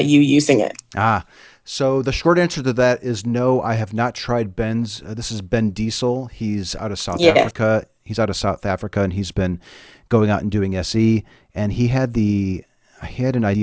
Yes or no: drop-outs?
yes